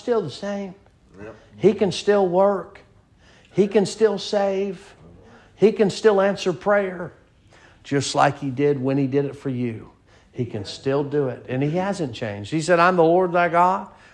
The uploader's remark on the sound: Sermon preached at Mid County Baptist Church